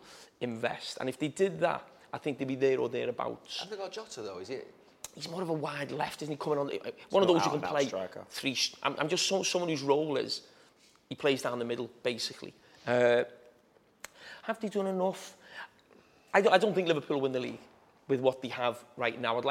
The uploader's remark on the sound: Live Fan Debate.